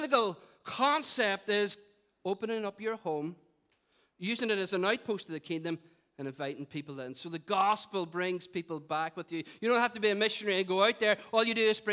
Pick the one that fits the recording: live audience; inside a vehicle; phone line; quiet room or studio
live audience